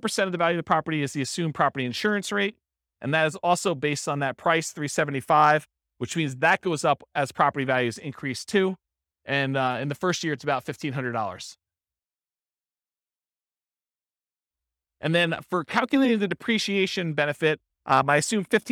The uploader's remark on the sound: This was a live class recorded